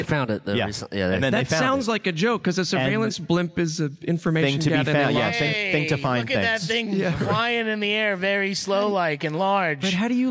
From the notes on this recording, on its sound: LIVE from Los Angeles at Stan Lee's Comikaze 2015.